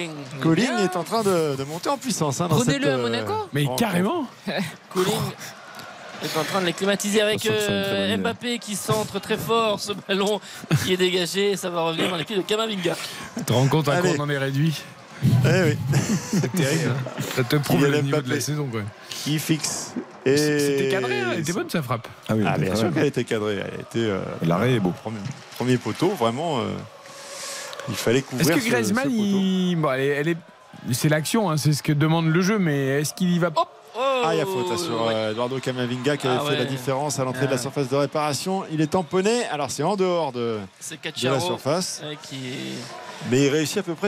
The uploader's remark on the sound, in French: en direct du stade de l'Algarve à Faro